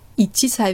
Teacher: Das Chi ist ein harter Laut, ein stimmloser Laut. Das sei ebenfalls. Im Japanischen, wenn zwei solche harte Laute aufeinander treffen, dann passiert so häufig etwas, und zwar, dass etwas verschluckt wird und das nächste dann hart ausgesprochen wird.